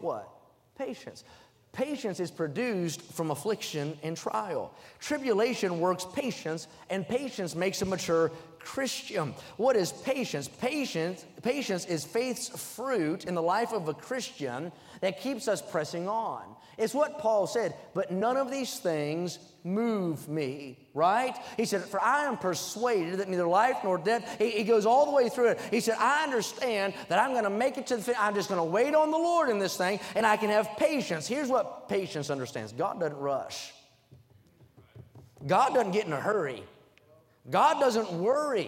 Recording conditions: large echoing room